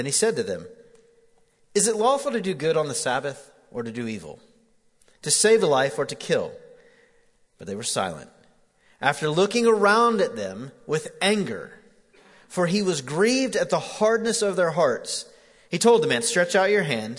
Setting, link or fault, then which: setting, large echoing room